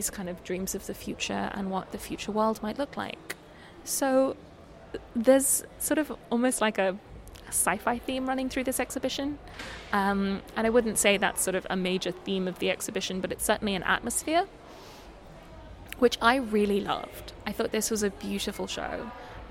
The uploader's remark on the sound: This episode also has a return to the background noise plague, sorry.